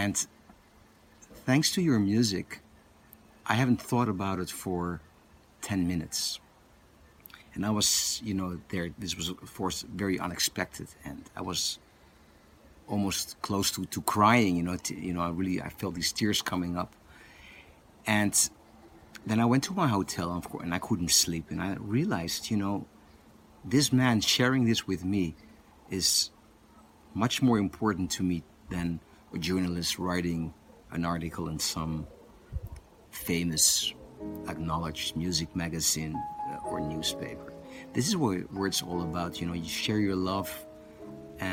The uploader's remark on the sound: The sound quality is not too good, this was recorded outdoors while touring in South Africa.